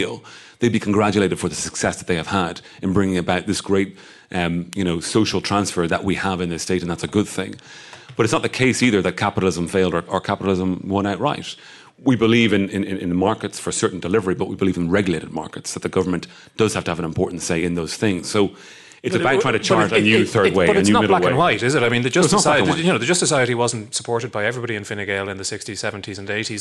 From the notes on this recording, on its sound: Live at FG Conference. This weekend it was Fine Gael's turn for their annual get-together.